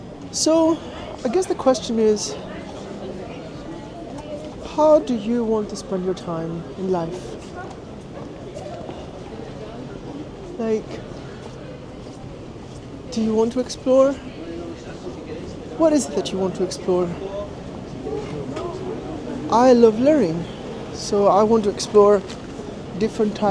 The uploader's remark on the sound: Cinematic Motivational Walk in Chinatown. I'll be walking around, taking in the sights and sounds, and talking about setting goals and intentions for the year ahead.